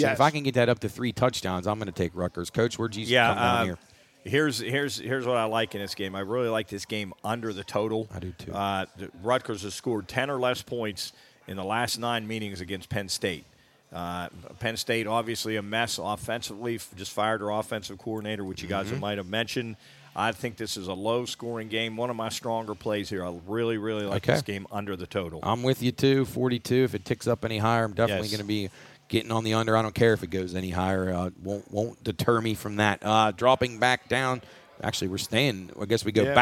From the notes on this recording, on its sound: LIVE from Belmont Brewerks in Martins Ferry, Ohio. Warmed by the fireside.